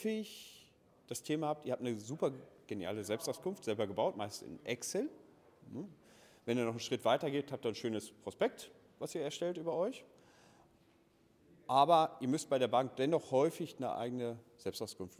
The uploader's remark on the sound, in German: Vortrag des Gründers beim Immobilienstammtisch Heilbronn.